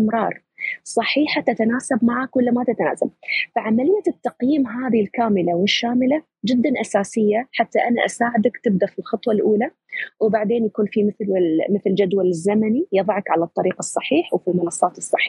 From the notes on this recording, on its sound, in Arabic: تسجيل لمساحة ابن رشد الأسبوعية على منصة تويتر